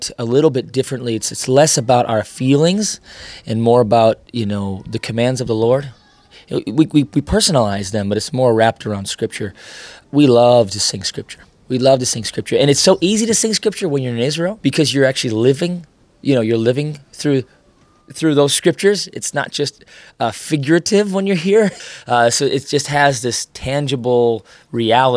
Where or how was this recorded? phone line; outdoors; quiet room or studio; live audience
outdoors